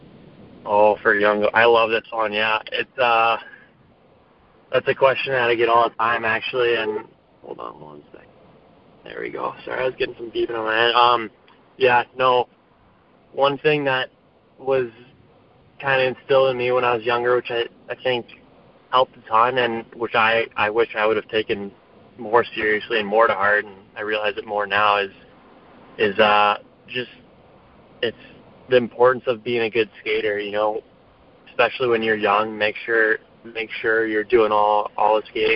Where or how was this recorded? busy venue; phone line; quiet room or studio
phone line